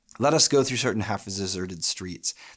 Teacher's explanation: We're still with alternating stressed and unstressed syllables, with these bookended stressed syllables at the first and 11th.